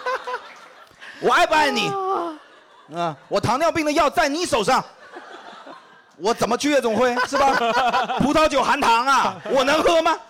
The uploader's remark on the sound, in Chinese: 本期现场观众分为两大阵营